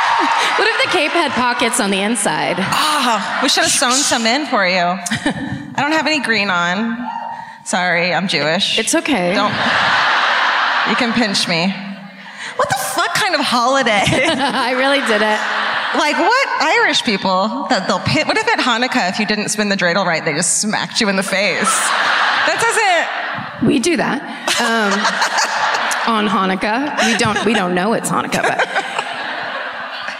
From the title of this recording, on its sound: Live at the Old National Centre in Indianapolis